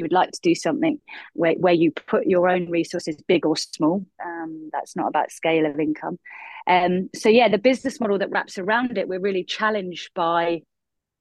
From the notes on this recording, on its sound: In this online conversation with voices from England, Scotland, Northern Ireland and Wales, hosted by an artist returning to live in England after two decades living in Germany.